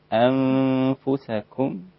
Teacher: تدقيق الكاف المضمومة عشان لا تصل إلى القاف